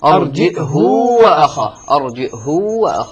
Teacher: ابن كثير وهشام يقرآن بالهمز الساكن مع ضم الهاء وإشباعها. مع ضم الهاء أرجئه وأخاه.